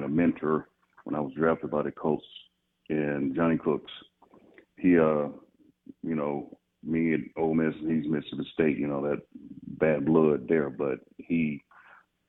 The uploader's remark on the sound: In the third hour of the show live in the BankPlus Studio. Joins the show on the Farm Bureau guest line.